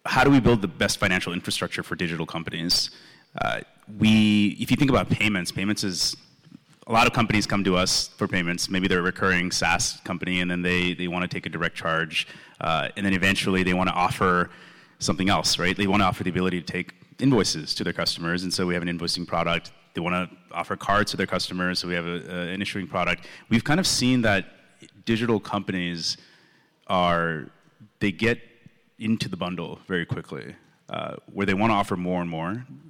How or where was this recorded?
busy venue